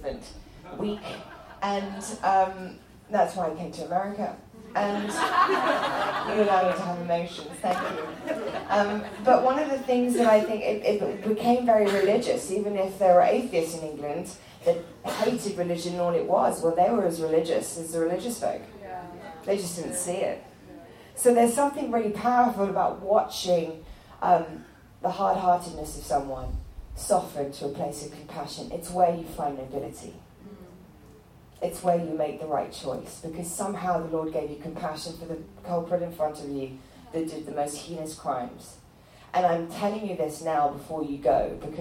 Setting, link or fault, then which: setting, live audience